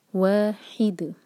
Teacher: عَلَى طَعَامٍ وَاحِدٍ، اگر یہاں ہم رکتے ہیں تو دال کو ساکن کر کے رکیں گے، اور آپ جانتے ہیں کہ دال کو جب ساکن کرتے ہیں تو وہاں قلقلہ کرنا ہوتا ہے